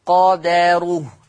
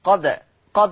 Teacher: حفص عن عاصم يقرأ بالفتح، أما ورش عن نافع فيقرأ بالسكون، ويترتب على السكون القلقلة